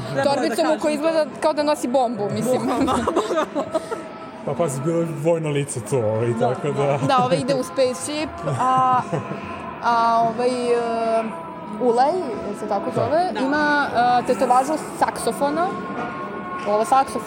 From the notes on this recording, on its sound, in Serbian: Epizoda je snimana tokom našeg prolaska kroz izložbu gde komentarišemo sve što vidimo i iznosimo svoje utiske na licu mesta, a na kraju epizode utiske sumiramo u studiju. Sav zvuk korišćen u ovoj epizodi je snimljen tokom našeg obilaska i sastavni je deo izložbe.